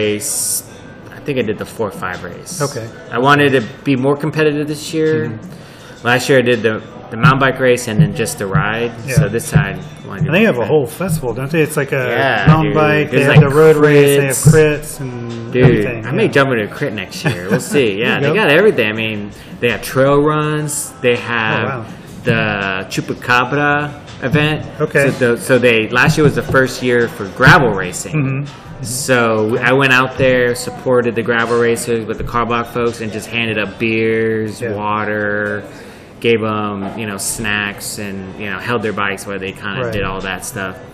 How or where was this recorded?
busy venue